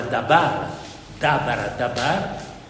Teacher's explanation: Qui è nahar, prendiamo il verbo, la parola dabar, dabara, dabar, in ebraico diventa dabar, cioè le due vocali brevi si allungano reciprocamente, tutte e due in kamez